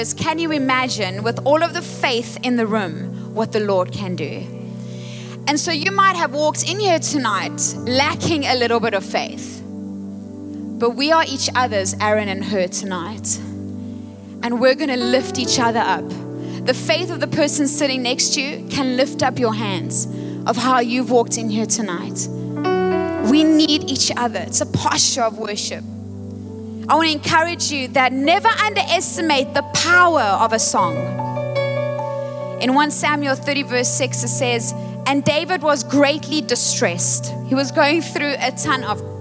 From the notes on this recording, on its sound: Recorded live on Sunday 9th July the 2023